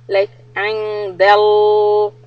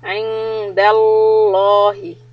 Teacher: When we want to make the lamb heavy, we use more of the surface of the tongue when we touch it to the gums behind the front teeth. Like angdal, so not just the tip of the tongue but more of the surface, and also lift the back part of the tongue.